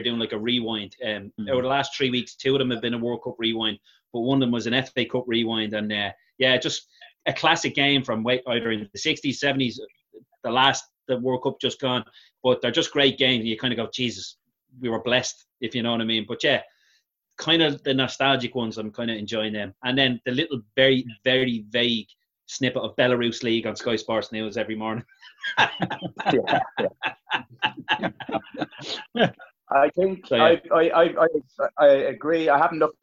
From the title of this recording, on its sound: Zoom Show